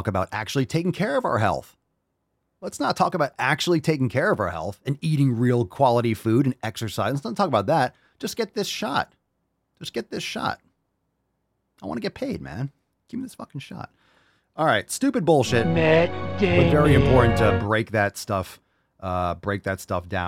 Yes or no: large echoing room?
no